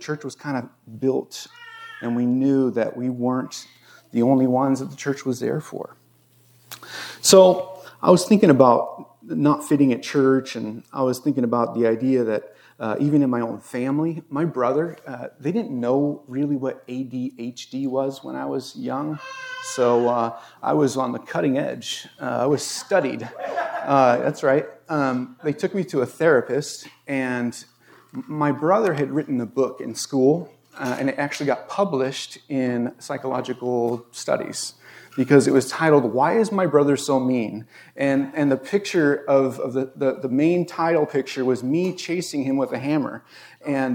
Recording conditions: large echoing room